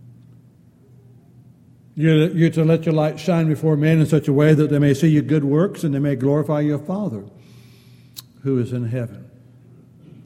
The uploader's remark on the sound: Downtown Church Of Christ Audio Sermon